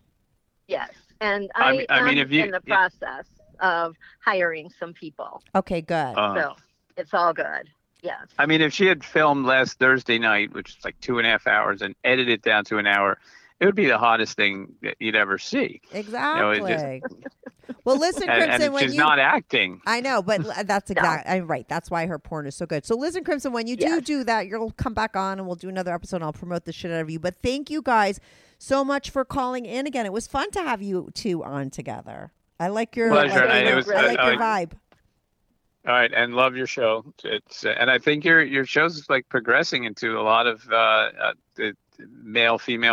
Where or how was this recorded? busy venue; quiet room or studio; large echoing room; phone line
phone line